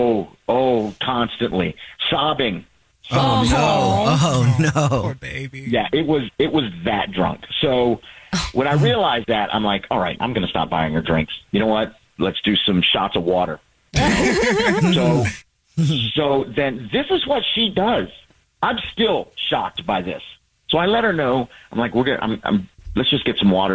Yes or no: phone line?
yes